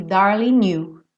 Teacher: Aqui a mesma coisa aconteceu no darling. Como o G não é pronunciado, o N já juntou no you.